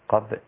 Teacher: قبل الباء رقيقة. رقيقة مع القلقلة. قبل. لا لو لما قلقل الباء أفخمها ليه وتبقى قب.